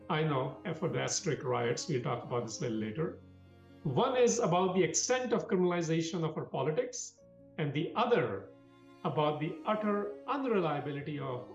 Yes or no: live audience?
no